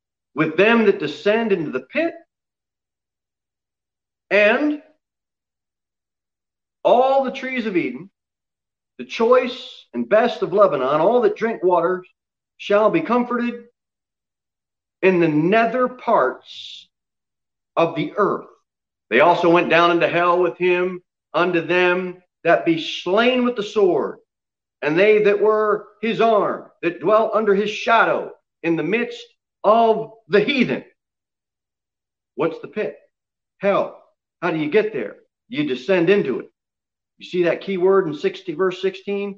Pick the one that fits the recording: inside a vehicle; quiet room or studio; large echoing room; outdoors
large echoing room